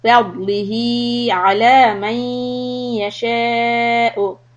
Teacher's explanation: When you do the dod, put the sides of your tongue up towards the gum, back teeth, upper back teeth.